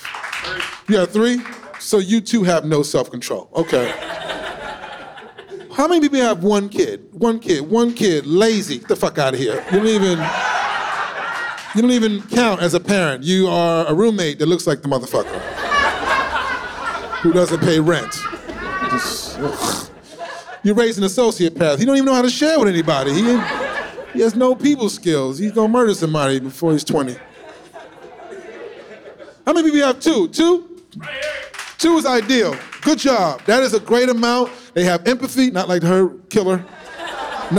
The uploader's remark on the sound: shot on location at NYC’s Westside Comedy Club